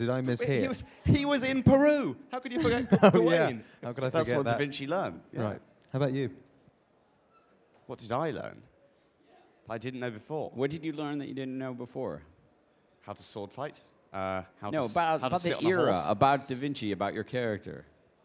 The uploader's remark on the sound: at the Apple Store, Covent Garden in London